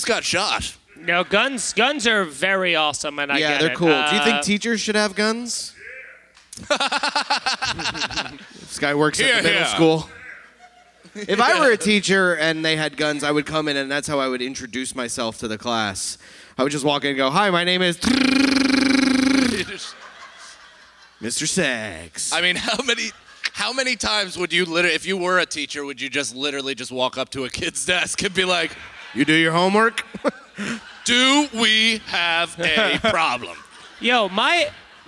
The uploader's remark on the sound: We did a live podcast at the Algonquin Arts Theatre in Manasquan, New Jersey. A couple fell asleep during it. We answer questions from the audience.